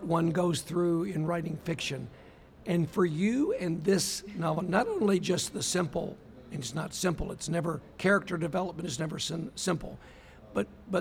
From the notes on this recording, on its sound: Recording at the 36th Annual Kentucky Book Fair